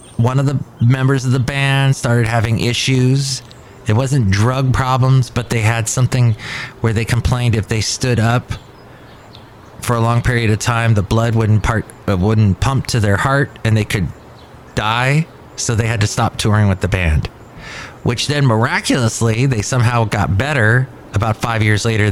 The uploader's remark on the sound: podcasts live from Cafe Anyway